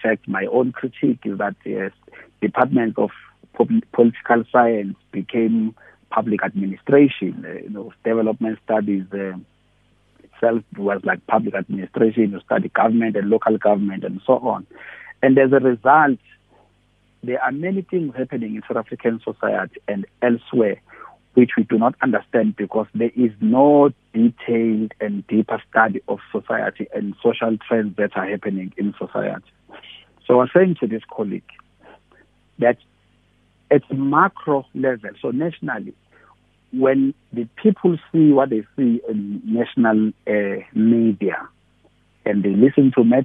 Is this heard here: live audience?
no